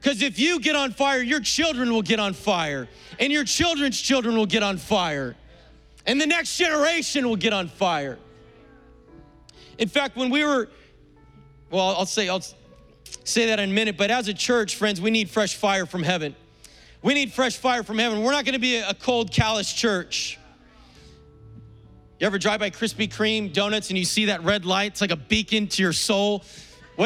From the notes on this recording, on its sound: Was preached on April 25th at the 10AM service.